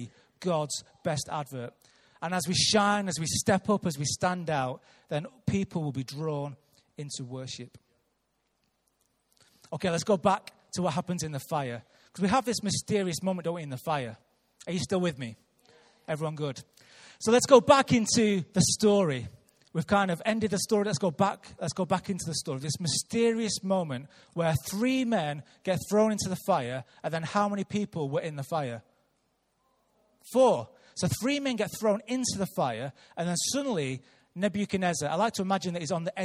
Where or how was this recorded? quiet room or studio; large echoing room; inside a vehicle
large echoing room